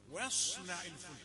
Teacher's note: الواو رقيقة والصاد بعدها صوت الصاد مفخم. واصنع الفلك، لا تقل واصنع الفلك واصنع، لا.